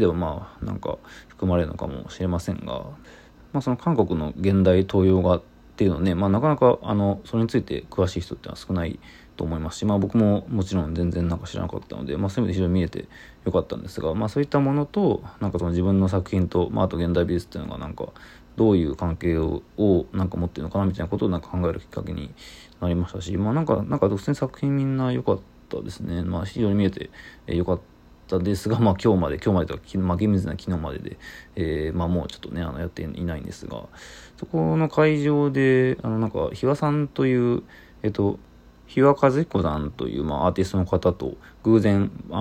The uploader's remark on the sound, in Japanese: 京都DAYs。ボイスメモです。